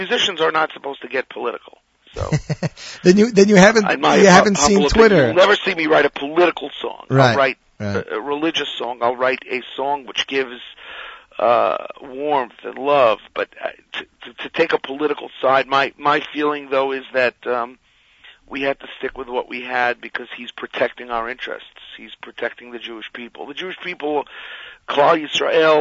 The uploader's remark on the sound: will phone